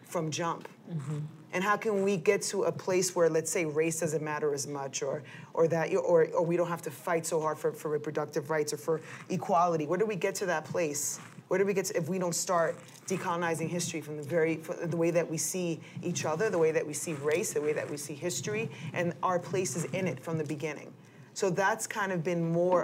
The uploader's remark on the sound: A panel of writers and activists. The conversation was recorded on September 22, 2016 in front of a live audience at New York's 92nd Street Y.